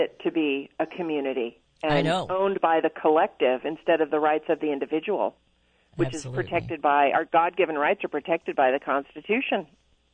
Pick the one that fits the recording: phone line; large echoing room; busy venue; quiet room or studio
phone line